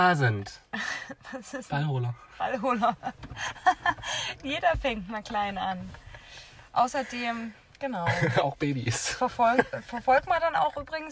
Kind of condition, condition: setting, inside a vehicle